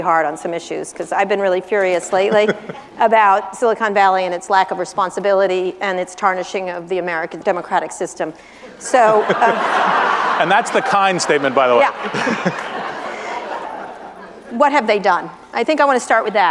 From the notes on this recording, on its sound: In front of a live audience. At the Anti-Defamation League conference "Never Is Now" in San Francisco.